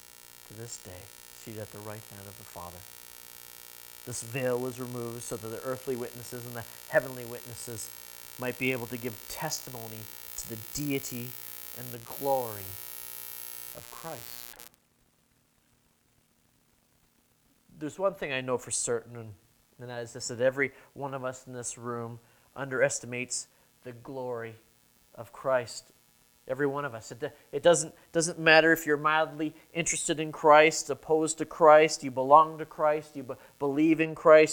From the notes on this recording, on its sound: Sermon preached at New Creation Reformed Presbyterian Church.